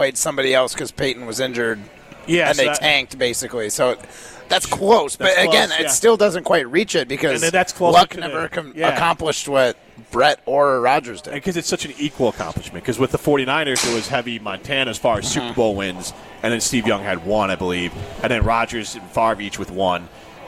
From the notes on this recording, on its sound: broadcast live from X-Golf in Middleton